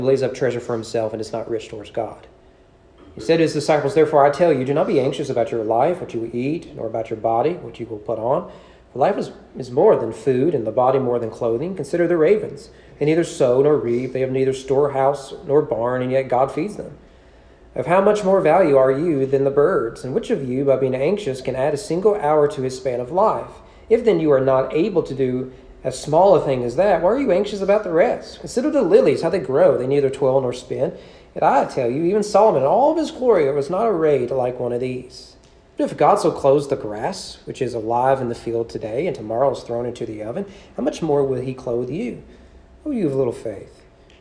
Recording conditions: large echoing room